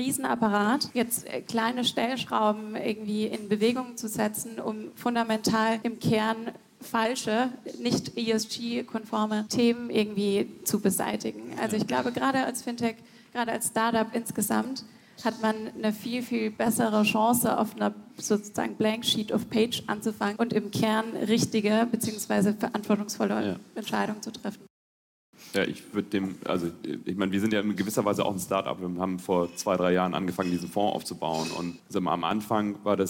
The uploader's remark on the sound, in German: Diese Episode ist ein Audio-Mitschnitt des gleichnamigen Panels aus dem Payment & Banking Event "Banking Exchange: The BEX Files", das im Juni 2022 in Frankfurt am Main stattfand.